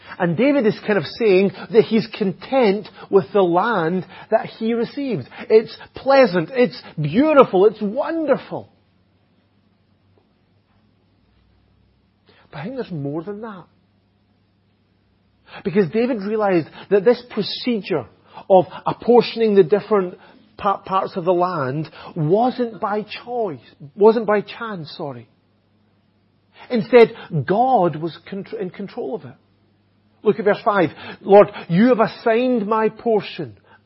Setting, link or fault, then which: setting, large echoing room